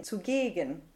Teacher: The syllable that's stressed is the gegen, zugegen.